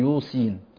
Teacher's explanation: كلمة يوصين ممكن يبدل الصاد سين